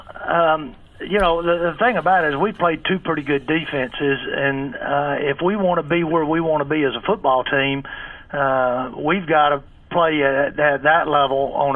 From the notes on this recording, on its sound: In Conference Call